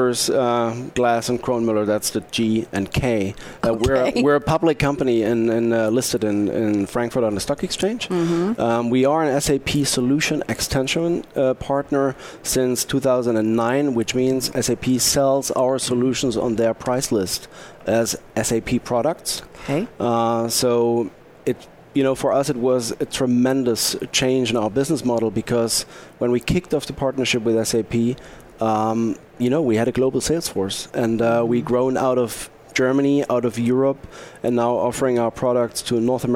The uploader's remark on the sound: Live from Sap Sapphire Now 2017.